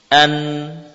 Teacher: Dari lidah kita, taraful lisan ya. Nun berasal dari ujung lidah yang menempel ke gusi ya. Ujung lidah dari arah depan ya.